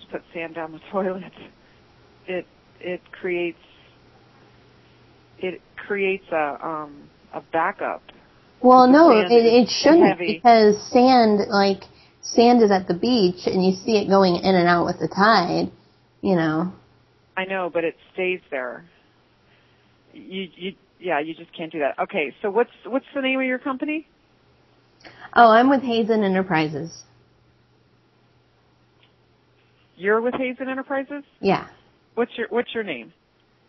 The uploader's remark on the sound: Prank Phone Calls.